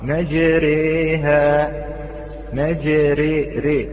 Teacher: أولا قربنا الفتحة إلى الكسرة ثم الألف إلى الياء · Term: الإمالة الكبرى